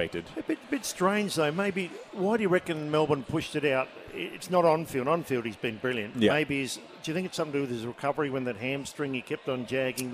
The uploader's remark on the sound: live from Angle Park for Greyhound Racing SA’s Adelaide Cup night